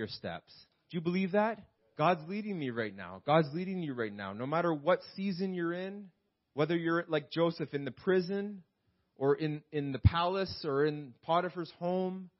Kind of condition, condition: setting, large echoing room